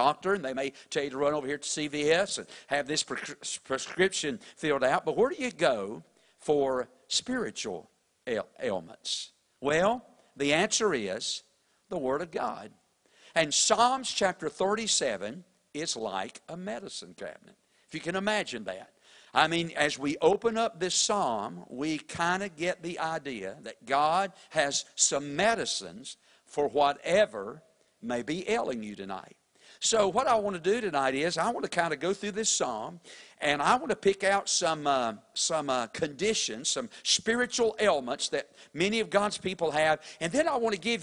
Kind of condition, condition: setting, large echoing room